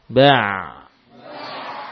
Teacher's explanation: Nah, kalau ini ya ini betul-betul menampakkan sifat tawassutnya. Ya ini mengalir tapi tidak sepanjang nafas. Dia akan berhenti tidak lama setelah mengalir.